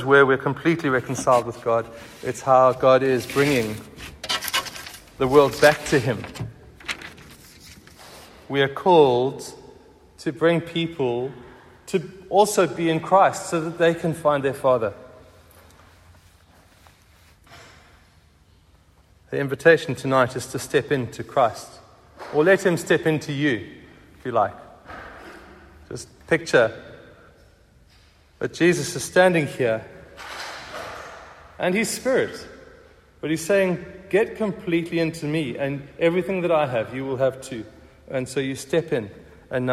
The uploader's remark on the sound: Recorded at the 7pm Ash Wednesday service on 22nd February 2023